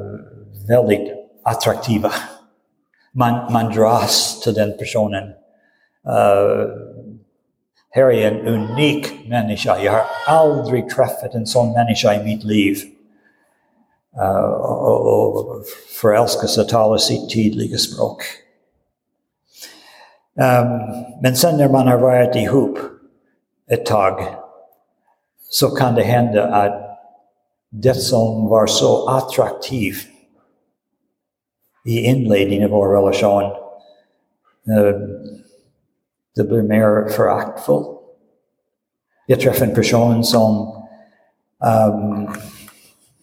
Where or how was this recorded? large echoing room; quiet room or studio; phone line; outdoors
large echoing room